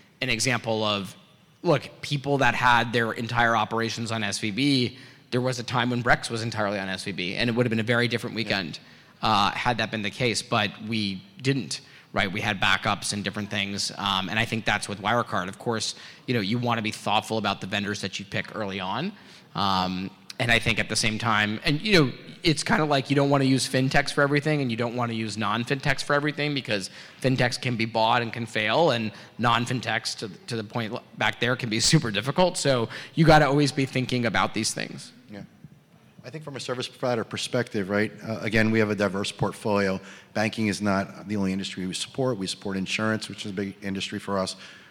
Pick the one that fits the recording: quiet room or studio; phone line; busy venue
busy venue